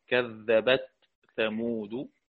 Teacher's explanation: خلف العاشر خالف أصله في حرف الثاء فقرأه بالإظهار